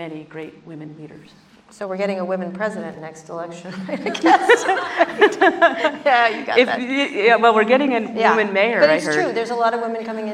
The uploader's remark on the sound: Live onstage